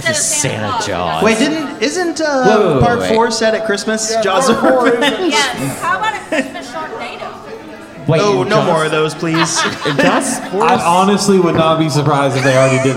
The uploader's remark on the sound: Midnight Terrors Live From Oak Road Brewery. Midnight Terrors is back with our second live episode from our Midnight Terrors Live: Here Comes Krampus! We sat down with our audience.